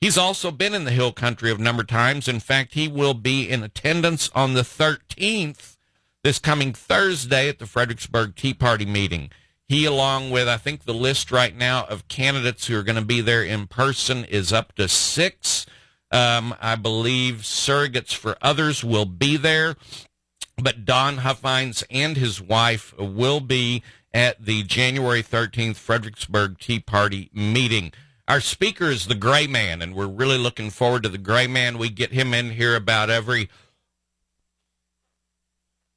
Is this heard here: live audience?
no